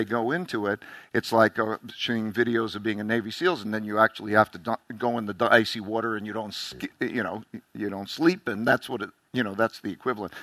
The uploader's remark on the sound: a chat recorded at the Forbes 30 Under 30 summit in 2017